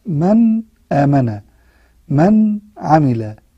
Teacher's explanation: فيقول النون الساكنة والتنوين إذا أتى بعدها حرف من حروف الإظهار الستة، الهمزة والهاء والعين والعين والحاء والغين والخاء، فإن هذه الأحرف الستة ننطق فيها النون الساكنة أو التنوين، ننطقها بمرتبة بسيطة لا نطيل فيها زمن الغنة